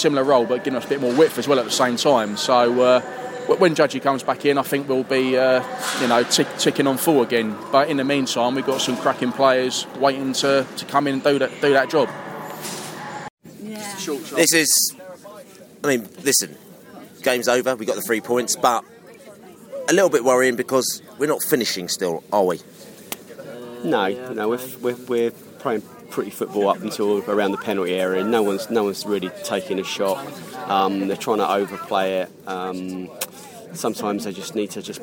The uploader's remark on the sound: post-match podcast from the train